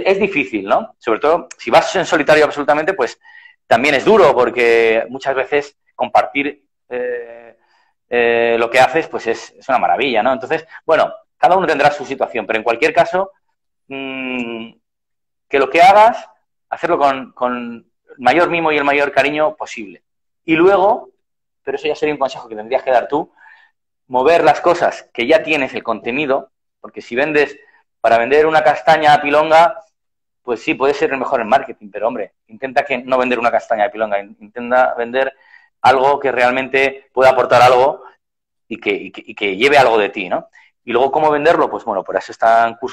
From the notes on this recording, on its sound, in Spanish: entrevistas realizadas en directo a través de la cuenta de Instagram